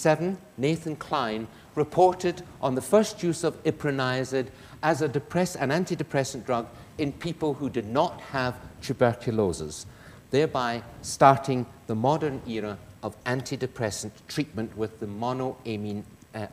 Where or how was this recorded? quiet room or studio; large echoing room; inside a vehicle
large echoing room